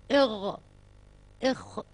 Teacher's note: حروف أدنى الحلق الغين والخاء